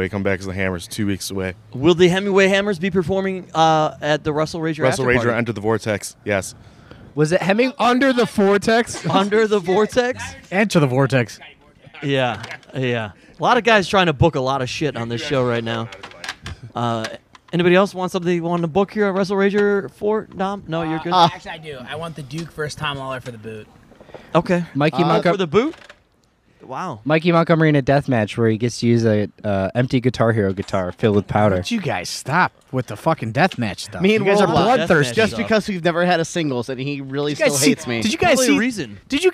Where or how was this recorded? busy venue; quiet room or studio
busy venue